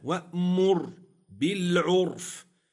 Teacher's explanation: أحسنت، قوله وأمر بالعرف، لاحظ معي رآن، وأمر بالعرف، معي راء وقعت طرفا ومعي راء وقعت ساكنة في وسط الكلمة، الراء نقول ساكنة سكون أصلي وقبلها ضم تفخم